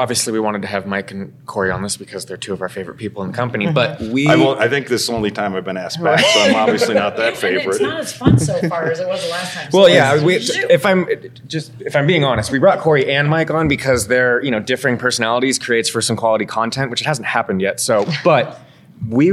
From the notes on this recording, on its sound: EXCLUSIVE from ONE Summit 2024. Live from the Venetian Hotel in Las Vegas, NV.